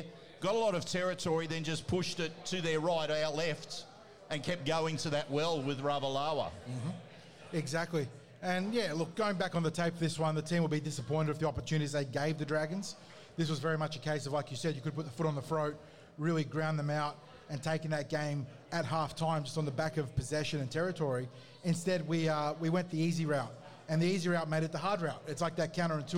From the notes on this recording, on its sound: live from Jacks Bar & Grill at Parramatta Leagues Club